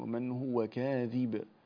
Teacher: اكسر الذال كسرا كاملا، ومن هو كاذب، ومعرفة ذلك أنك لو مددت صوتك بالحركة، إذا مددت صوتك بالحركة يتولد منها أمها كاذب، مددنا الصوت تولد الياء.